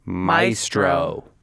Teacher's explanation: it's the only common English AE word that only ever gets pronounced with that long I sound, that diphthong